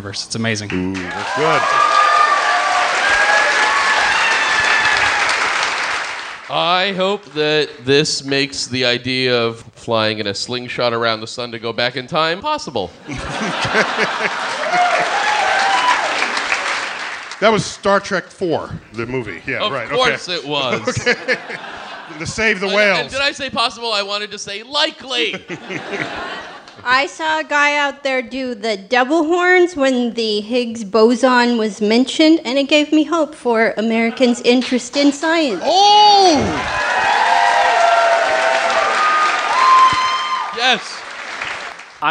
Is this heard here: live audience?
yes